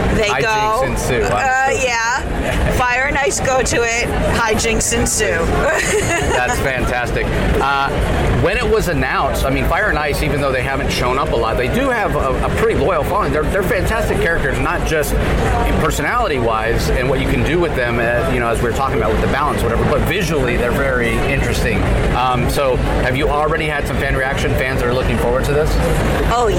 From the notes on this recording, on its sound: LIVE from SDCC ’23.